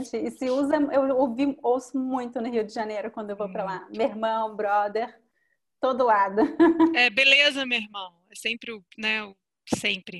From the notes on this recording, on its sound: We had a long conversation via Zoom, and I recorded the conversation